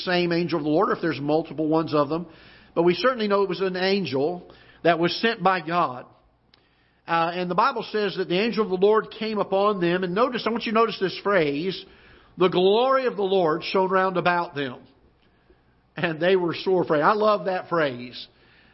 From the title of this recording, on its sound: Ketha Heights Baptist Church ~ Live Broadcast